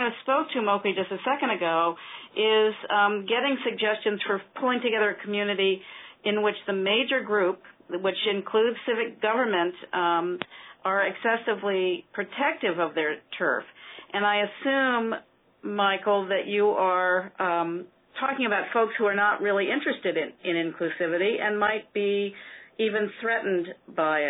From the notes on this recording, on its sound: an hour-long conference call